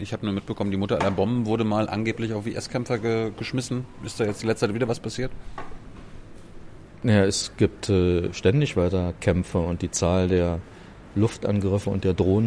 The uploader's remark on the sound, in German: Im Ocelot ("not just another bookstore", Brunnenstraße 181, 10119 Berlin) aufgenommen.